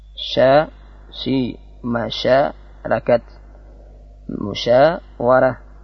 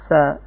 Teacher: Shin dengan menyebar nafas. · Shown in: first take